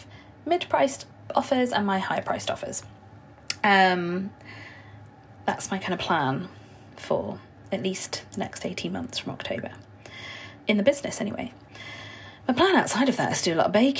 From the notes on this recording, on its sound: In this (wholly unscripted!) episode recorded in the company of my boiler.